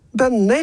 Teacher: gamle tostavelsesord, som en bønne da, bønner, det er derfor det er tonem 2, for det bygger på et tostavelsesord.